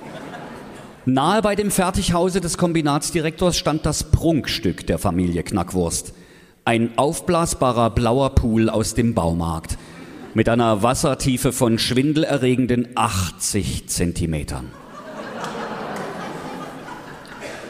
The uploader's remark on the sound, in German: SPECIAL: Fränky, der Froschkönig LIVE. Das ist der nächste Mitschnitt der großen Sinnlos Märchen Live-Tour. Aus dem Zentralgasthof in Weinböhla gibt es dieses Mal Sachsens lustigsten Podcast mit: "Fränky, der Froschkönig".